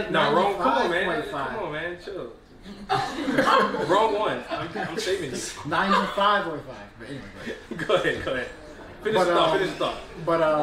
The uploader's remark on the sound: During the #CreatingInColor social mixer event in Washington, D.C. The #illadvisedwiseguys podcast had the pleasure of performing their FIRST EVER live show!